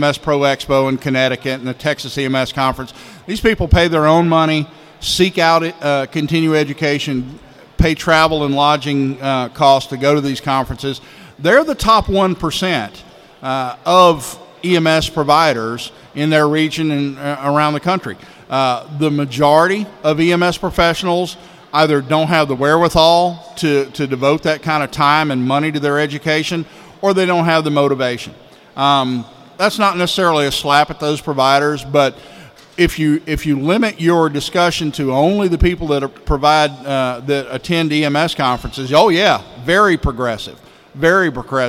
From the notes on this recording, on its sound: Live from Initial Assessment Conference